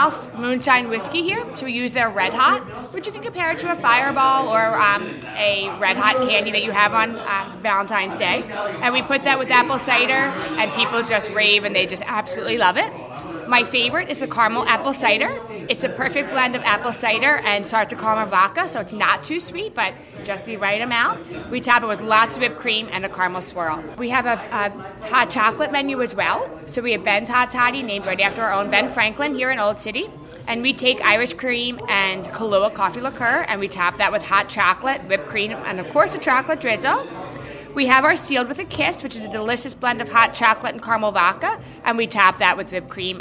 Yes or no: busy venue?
yes